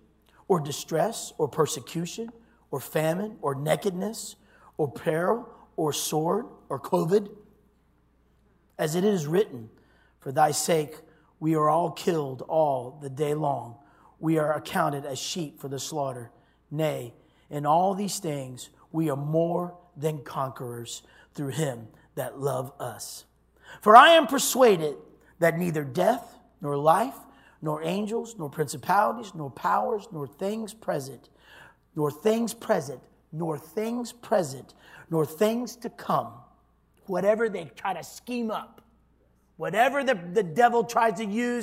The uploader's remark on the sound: this was recorded on Wednesday at Abundant Living Ministries